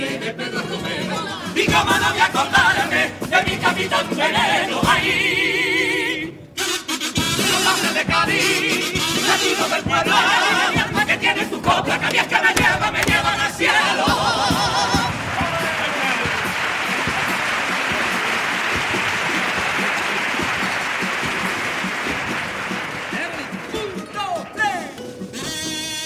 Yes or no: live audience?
yes